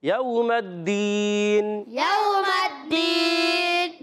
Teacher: واو ساکن سے پہلے زبر واو لین ہوگا، نرمی سے ادا کرنا ہے، میم کو دال سے ملانا ہے، دال یا زیر دی